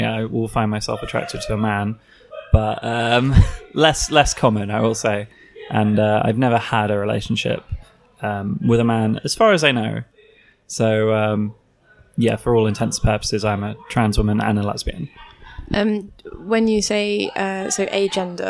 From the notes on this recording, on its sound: This episode was recorded at the Malborough in Brighton, so there is a bit of background noise.